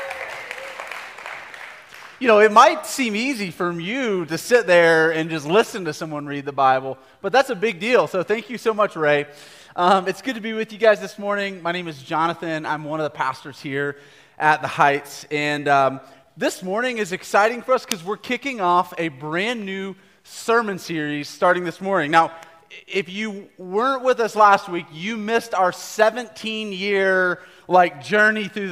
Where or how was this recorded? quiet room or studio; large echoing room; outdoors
large echoing room